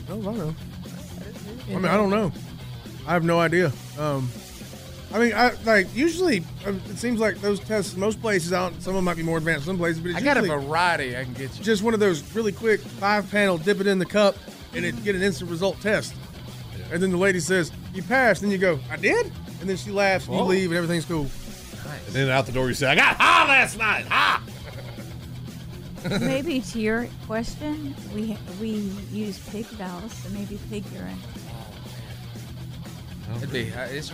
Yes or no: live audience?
no